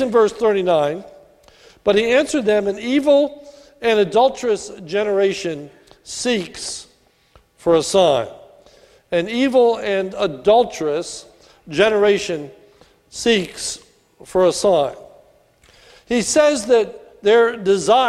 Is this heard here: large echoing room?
yes